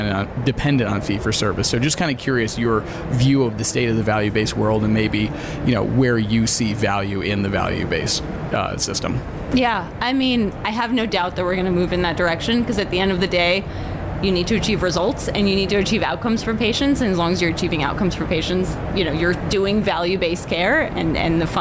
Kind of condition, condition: setting, busy venue